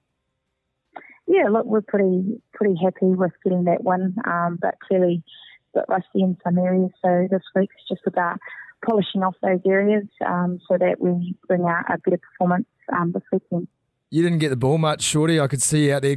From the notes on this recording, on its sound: On the phone.